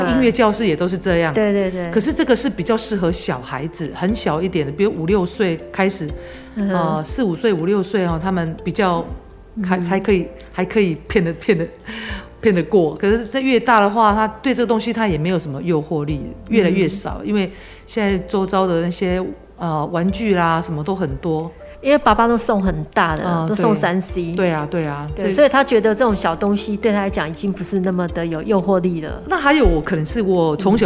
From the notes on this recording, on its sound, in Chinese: 錄音地點：瑪莉桃桃親子餐廳